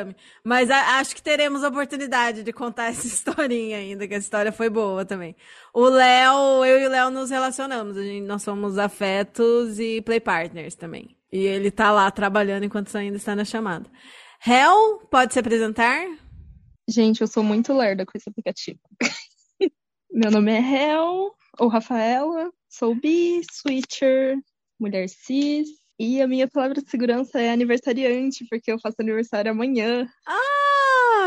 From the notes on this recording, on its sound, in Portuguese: O áudio dos melhores momentos do nosso primeiro encontro com apoiadores pelo Zoom.